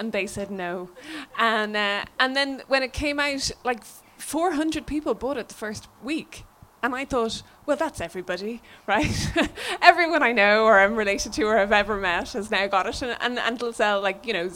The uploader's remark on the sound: Live at Crosstown Drift. A live recording, from O'Mahony's of Watergrasshill during the Mystery Bus Tour of Crosstown Drift litfest.